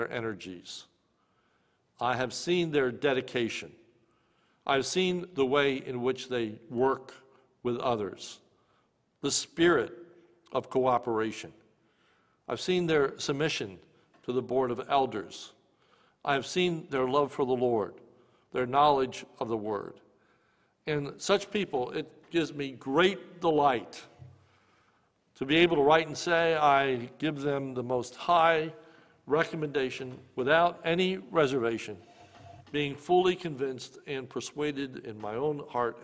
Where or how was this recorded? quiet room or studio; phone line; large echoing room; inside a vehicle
large echoing room